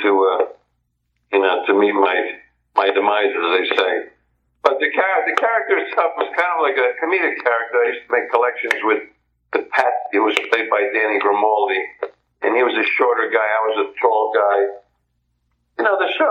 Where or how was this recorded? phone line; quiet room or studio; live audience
phone line